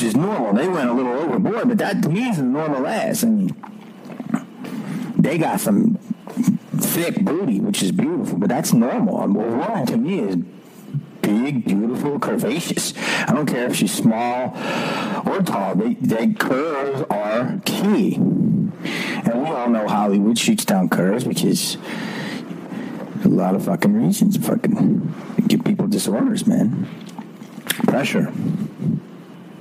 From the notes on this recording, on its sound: This podcast has poor sound quality. In the heart of theSouth African desert while recording this episode.